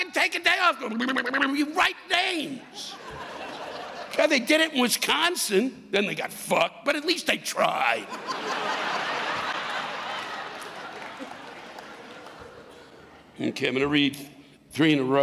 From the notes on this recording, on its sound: This week’s live rants come from the Brown Theater in Louisville, Kentucky on October 3, 2019